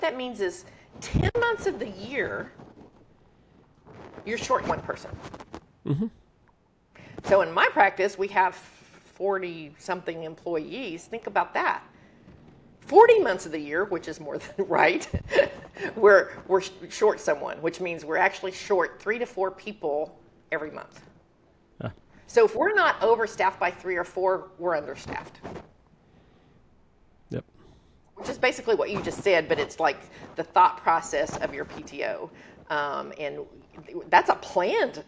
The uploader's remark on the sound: gave the closing talk at a recent women's leadership conference hosted by Women in Optometry